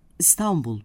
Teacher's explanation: Şehir adı olarak kullandığımız İstanbul sözcüğünde ise vurgu tan hecesindedir. İstanbul biçiminde vurgulamamız gerekir.